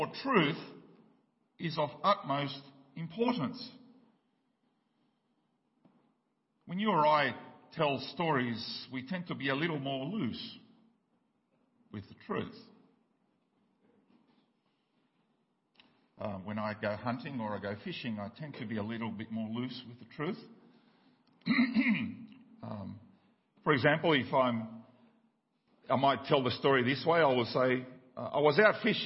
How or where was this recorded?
large echoing room